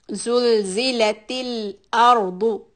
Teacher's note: When you connect with the lam sukun, do not bounce it.